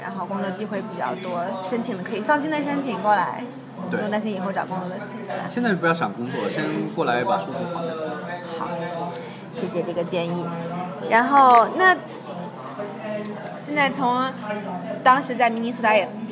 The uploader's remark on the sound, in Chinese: 本期节目音质不太理想。在纽约的某个小酒吧里边吃边聊的。